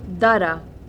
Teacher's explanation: Short and long, low, front, unrounded vowels